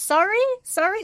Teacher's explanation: listen to how he goes very high in pitch